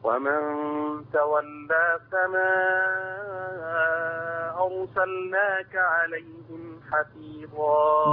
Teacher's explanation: حفص يمد 4 ورش يمد 6 · Term: مد منفصل